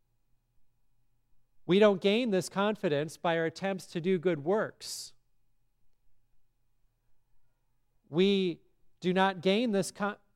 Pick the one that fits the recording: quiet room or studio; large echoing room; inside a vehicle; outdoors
large echoing room